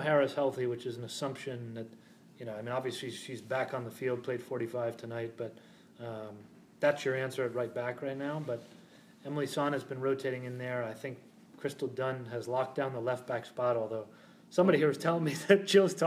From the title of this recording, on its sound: Live from the SheBelieves Cup